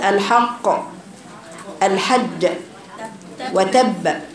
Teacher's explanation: قلقلة اكبر وهي في المشدد المقوف عليه